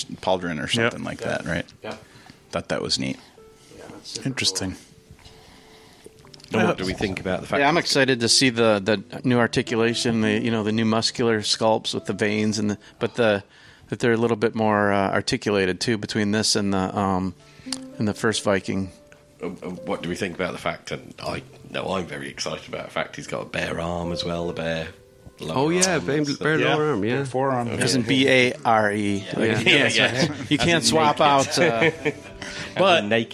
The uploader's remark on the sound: This one was recorded in New Jersey at Legions Con 2023.